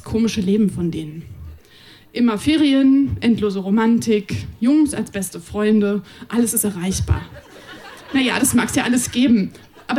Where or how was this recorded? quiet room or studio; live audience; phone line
live audience